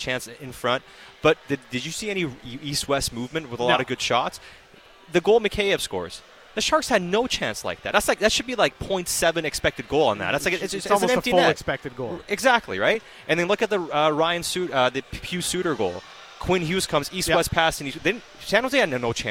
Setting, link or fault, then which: setting, busy venue